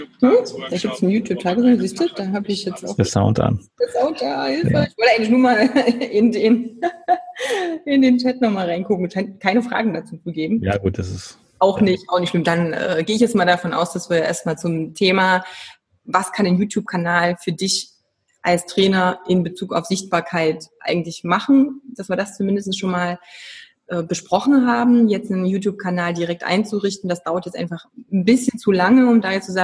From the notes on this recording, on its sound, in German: Im Live-Webinar. Richtmikro fürs iPhone.